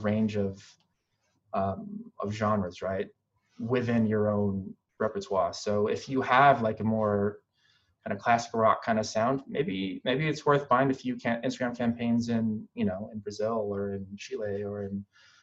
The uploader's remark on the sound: In this live webinar